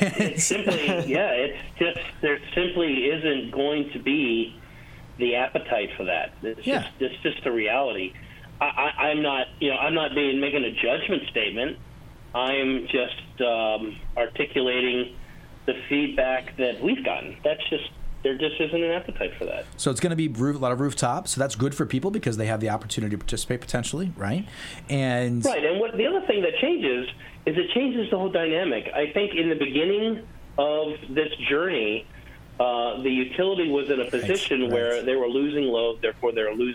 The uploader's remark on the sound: Hawaii Energy Conference. A live call. A sit down with conference chair.